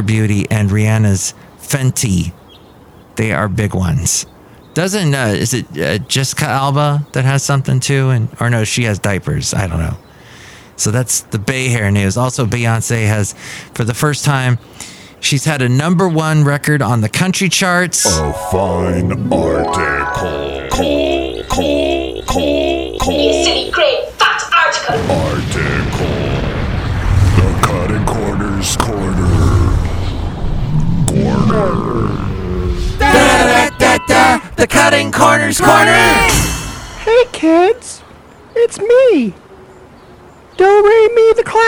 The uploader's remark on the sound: podcasts live from Café Anyway